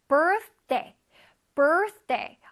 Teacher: 근데 원래 th면 혓바닥이 나와야 되잖아요. 근데 day 때문에 나오기가 쉽지 않아. · Term: th 발음